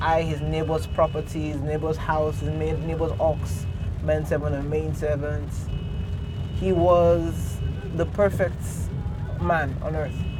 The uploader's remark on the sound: Today, we will be taking a drive to church (literally, I'm recording in the car).